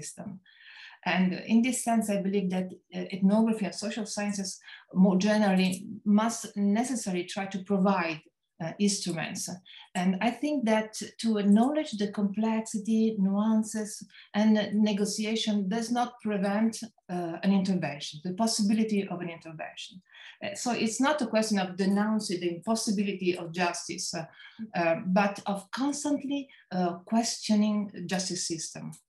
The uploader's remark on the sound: Recorded live on Zoom